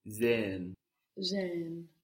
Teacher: we have that H stretching out the vowel. Sehen unless the word is pronounced really slowly or emphatically, you're not going to hear that H. · Term: extension of the vowel